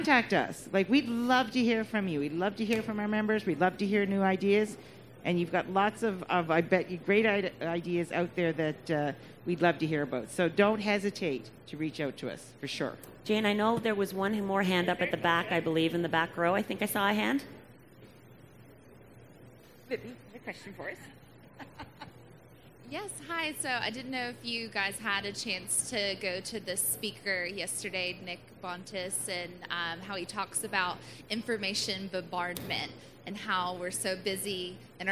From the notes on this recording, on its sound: In this episode we feature the recording of a Learning Lounge from our recent Convention and Trade Show in Montréal.